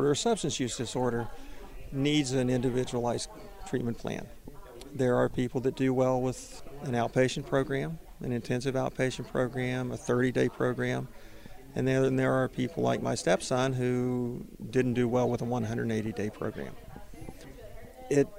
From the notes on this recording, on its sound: Interviews from the #hadenough event held at Geisinger Commonwealth Medical School, bringing together experts and audience members.